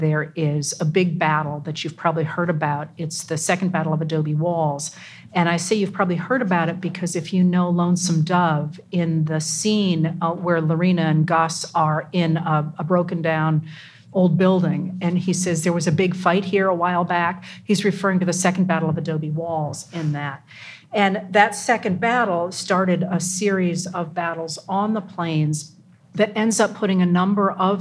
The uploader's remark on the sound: Recorded live at the Massachusetts Historical Society in Boston.